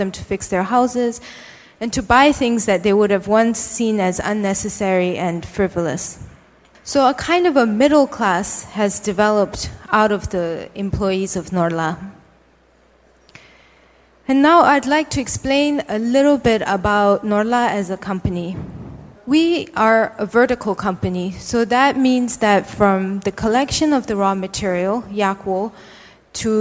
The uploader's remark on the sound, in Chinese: 一席现场。